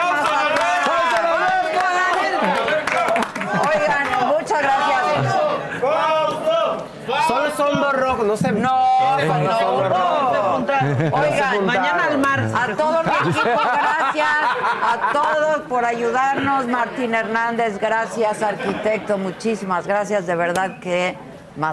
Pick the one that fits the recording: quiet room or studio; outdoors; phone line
outdoors